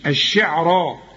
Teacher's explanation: وأنه برضو خدناها هو رب الشعراء، الشين عليها الشدة، الشي الشعراء، الراء مفخمة مع المد بتاعها